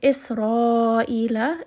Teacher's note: Isra'ila, and then in the word Isra'il, ra is also going to be a four count med. Ra in this case is heavy, because it has a fatha.